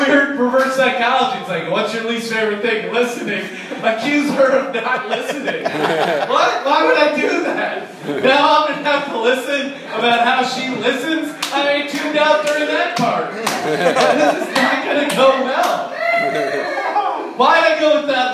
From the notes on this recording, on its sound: Live from Rafa's Lounge in Echo Park, CA.